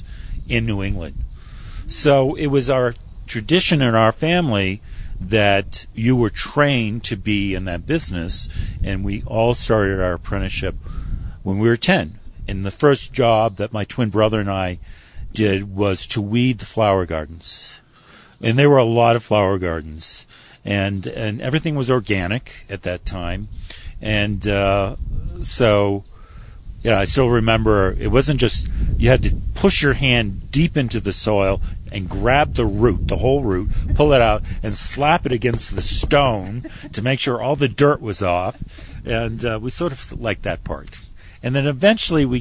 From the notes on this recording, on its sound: During the IACP conference in Santa Fe, New Mexico. We sat at a table outside. You will even hear the birds singing in the background.